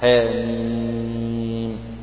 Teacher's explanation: بالنسبة لحاء هذه تمد مدا طبيعيا بمقدار حركتين. نوع هذا المد يقال عنه مد حرفي طبيعي، لأنه في حروف فواتح السور.